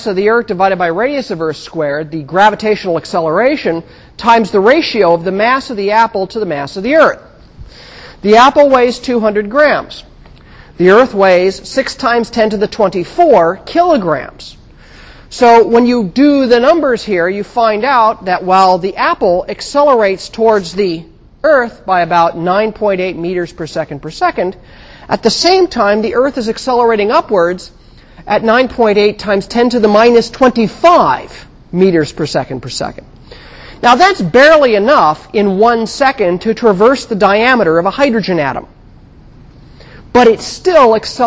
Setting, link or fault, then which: setting, large echoing room